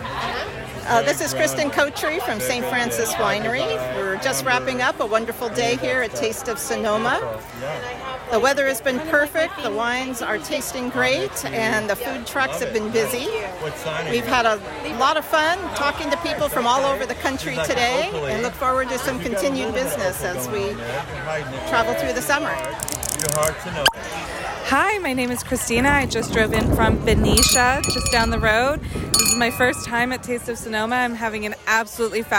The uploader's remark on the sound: On Saturday, June 24, Sonoma County Vintners held this year’s edition of Taste of Sonoma at the Kendall-Jackson Estate. We collected comments from several people including guests, exhibitors and representatives of local charities, for this 5-minute audio report from the event.